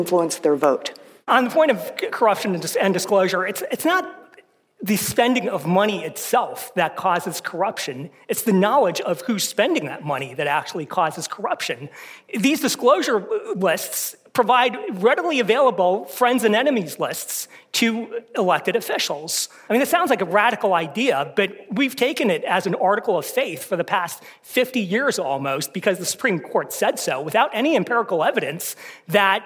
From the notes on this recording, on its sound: This debate is presented in partnership with the Northwestern Pritzker School of Law as part of the Newt and Jo Minow Debate Series. It will be recorded live in person on Wednesday, February 21, 2024, at the Thorne Auditorium at Northwestern University Pritzker School of Law in Chicago, Illinois.